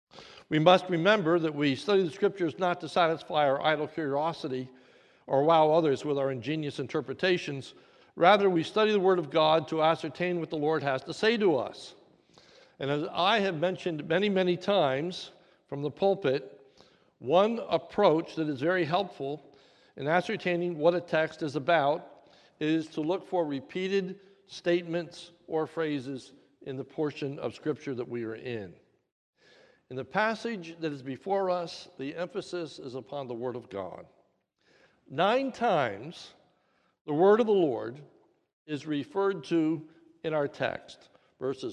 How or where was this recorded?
large echoing room